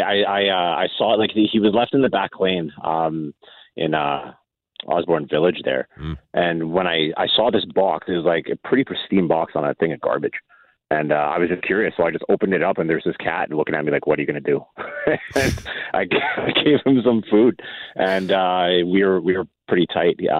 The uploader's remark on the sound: Opened up to phones for listeners to share their stories about their pets.